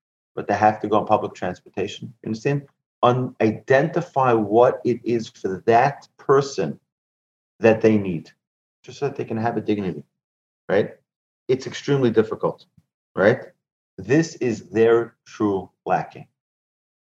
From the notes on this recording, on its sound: Recorded presentation to an online audience at Cong. Beth Yeshurun on May 31, 2020, in Houston, Texas.